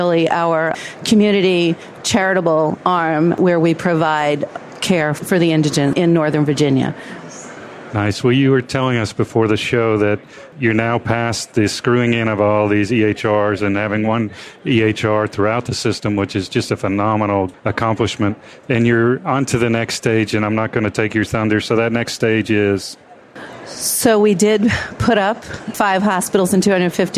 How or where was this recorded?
busy venue